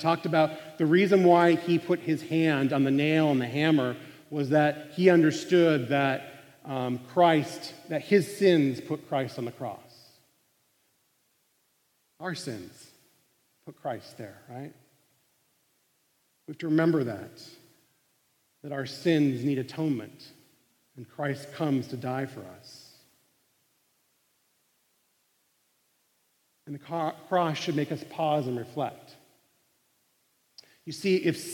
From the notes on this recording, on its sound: Live recording of CUI's Monday Chapel Band.